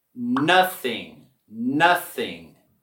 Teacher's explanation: En la palabra nothing, queremos subir la voz y la entonación en la primera sílaba.